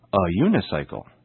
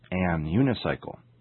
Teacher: use the article a, because the first sound is the y sound · Shown in: first take · y. So we say a unicycle, not an unicycle.